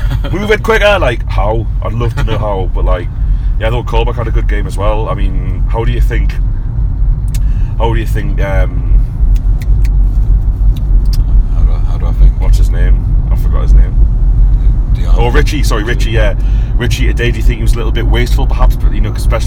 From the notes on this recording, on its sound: Talk to you from the car on the way back from Birmingham.